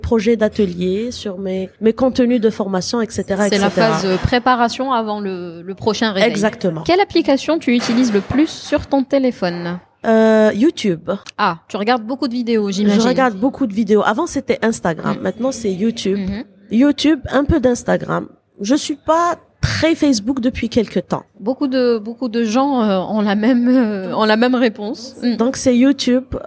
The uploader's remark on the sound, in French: Une question pratique nous a amenées à faire l'interview dans un café, nos propos sont donc par moment ponctués de quelques bruits de vaisselles et éclats de voix bien méditerranéens... Le silence ne se fait que pendant la sieste !